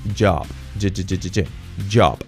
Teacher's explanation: Es una che sonora, che, che, che, activando las cuerdas vocales